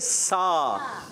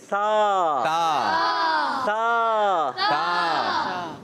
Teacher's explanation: गलती ये होती है, ये गलती नहीं करनी, इसको सीटी से नहीं पढ़ना, इसको बगैर सीटी के · Shown in: second take